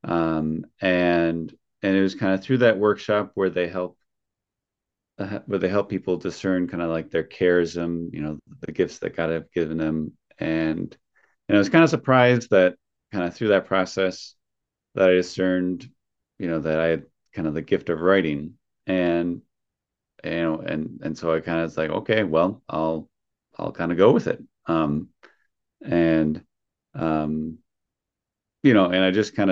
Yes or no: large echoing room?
no